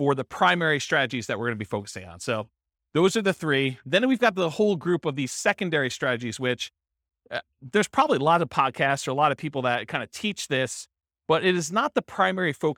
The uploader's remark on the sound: This was a live class recorded